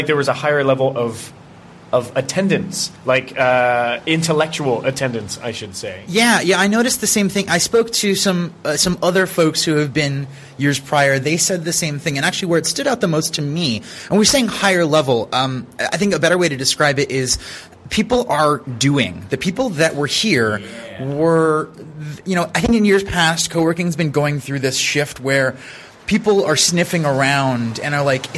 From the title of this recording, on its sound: Live from the Coworking Europe Conference